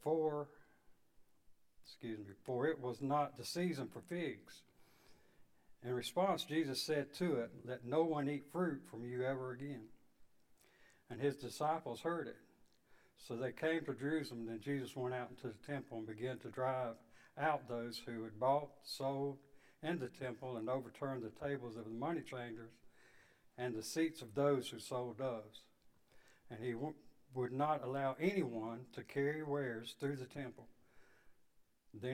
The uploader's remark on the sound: Sunday evening service 11/6/22